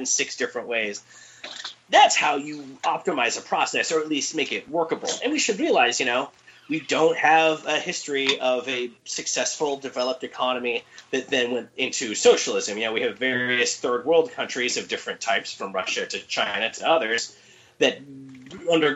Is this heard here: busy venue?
no